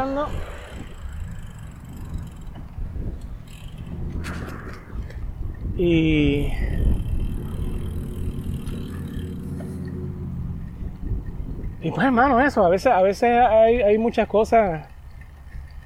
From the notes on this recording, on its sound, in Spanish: iba corriendo bicicleta, esquivando camiones